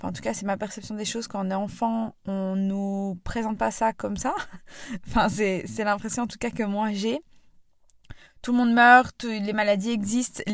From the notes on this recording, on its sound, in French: J'ai donc sorti mon micro portable et enregistré cet épisode dans ma voiture